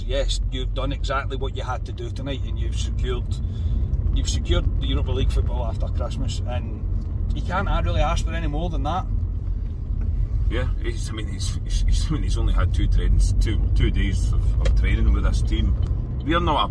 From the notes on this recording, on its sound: Our reaction from the car after leaving Ibrox.